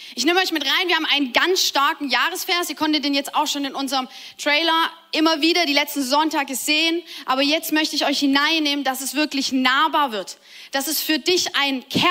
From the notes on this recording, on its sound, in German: Audiomitschnitt der Predigt